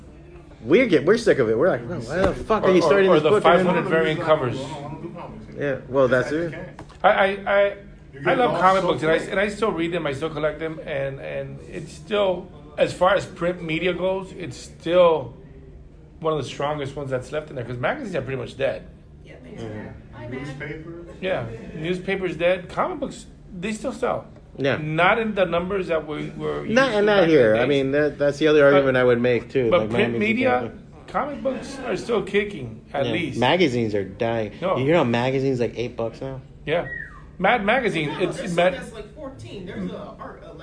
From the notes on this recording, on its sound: Great panel we did at Otakufest in 2019.